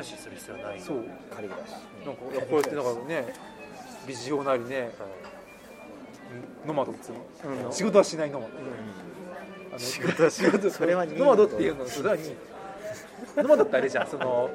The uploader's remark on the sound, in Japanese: 今回も都内某所某ファミレスで収録しています。